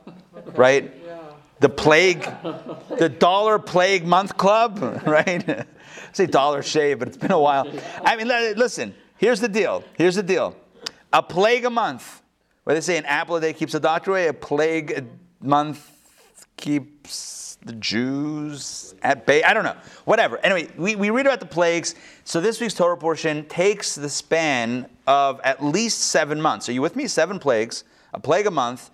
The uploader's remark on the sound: Recorded live at the Intown Jewish Academy on December 29, 2021